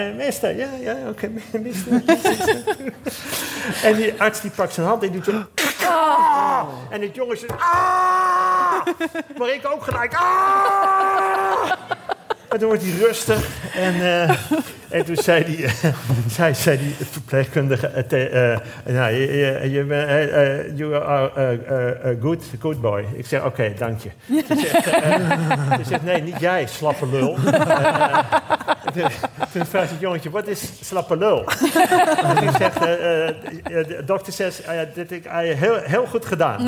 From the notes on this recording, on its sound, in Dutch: Live vanuit De Kleine Komedie. Live op het toneel van De Kleine Komedie.